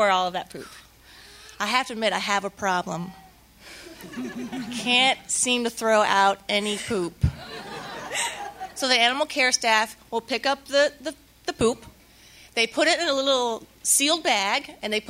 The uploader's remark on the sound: live event